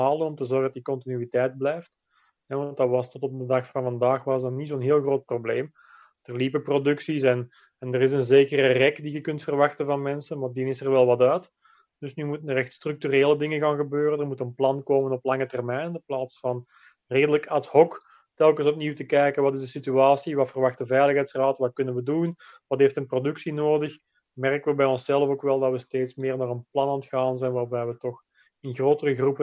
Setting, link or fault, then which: link, video call